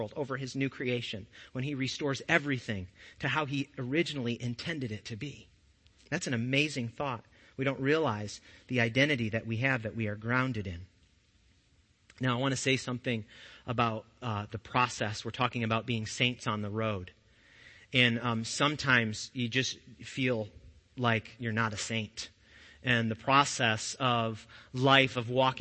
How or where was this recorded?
large echoing room